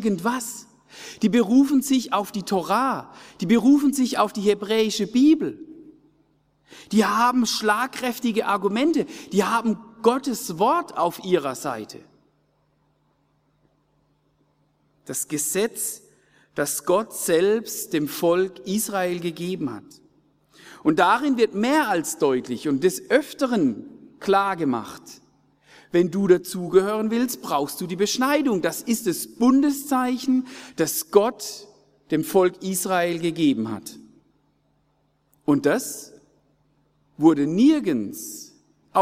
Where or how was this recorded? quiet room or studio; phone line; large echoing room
large echoing room